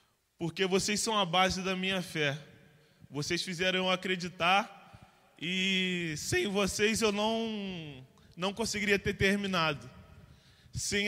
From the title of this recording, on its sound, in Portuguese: CULTO DE LOUVOR E PALAVRA AO VIVO